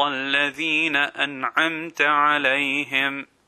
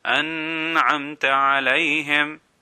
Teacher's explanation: we are pronouncing the noon without stretching it · Shown in: first take · If we stretch it, then this is an incorrect pronunciation. · Term: izhar